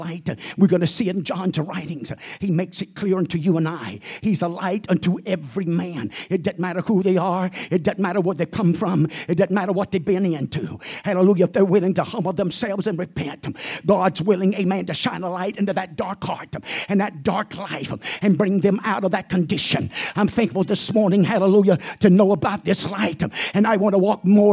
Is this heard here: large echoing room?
yes